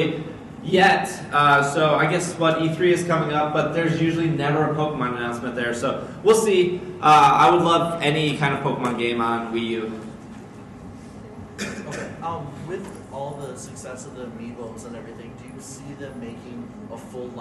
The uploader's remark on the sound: Live at C2E2 [2015]. In this live show.